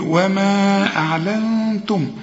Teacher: النون بدون تشكيلة هي عايزة غنة لأنها بعدها التاء والتاء من حروف الإخفاء، هنا حرف وغن. ومن يفعل شوف اله